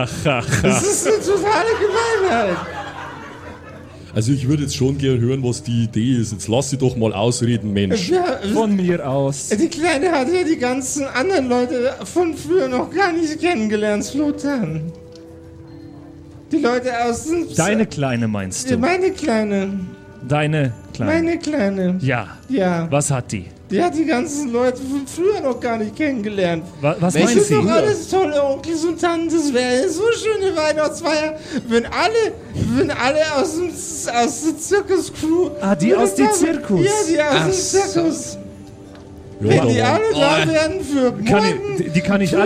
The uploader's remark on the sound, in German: Die Geschichte, die du hörst, ist live improvisiert. Live vor Publikum im afterwork in Nürnberg aufgezeichnet!